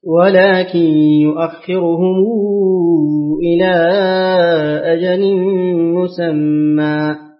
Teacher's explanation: يأتي بصلة الميم مع التوسط